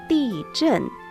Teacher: Ti zhen, terremoto. Este zhen, la consonante es zh y la vocal en con cuarto tono.